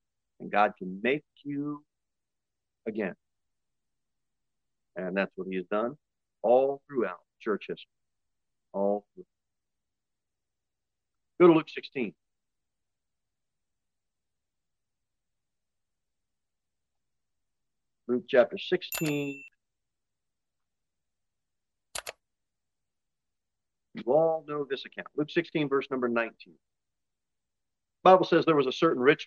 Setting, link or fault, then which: setting, large echoing room